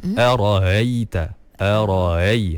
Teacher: Dia bukan ha, tapi dia macam hamzah yang dah dilemahkan. · Term: tashil